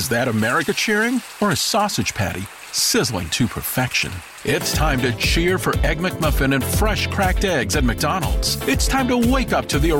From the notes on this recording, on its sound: join me in the van to discuss